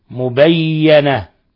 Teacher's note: قرأ مبينة بفتح الياء مشددة، بفتح الياء المشددة مبينة، يعني الفرق في الكسر كسر، أما التشديد باقي على القراءتين، وإنما الخلاف في الفتح والكسر.